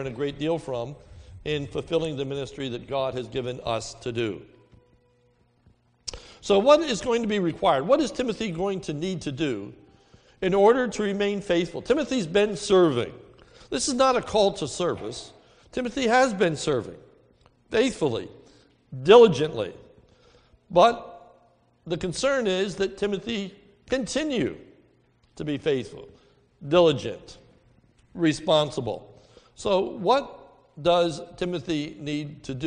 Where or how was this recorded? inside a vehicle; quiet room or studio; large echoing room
large echoing room